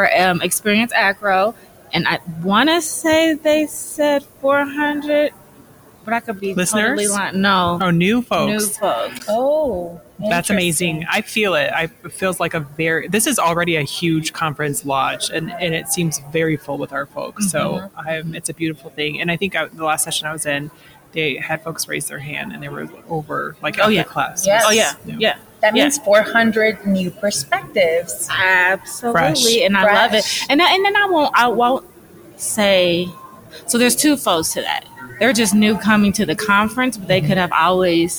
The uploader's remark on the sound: took a moment at the AACRAO Annual Meeting to record this cross-podcast conversation.